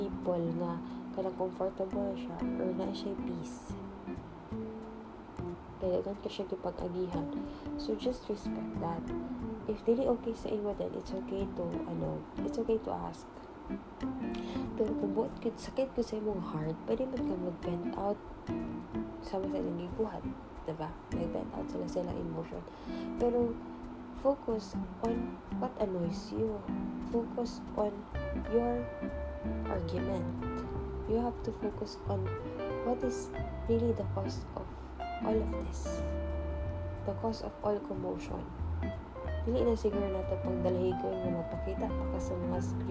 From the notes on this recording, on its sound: please excuse our aircon noise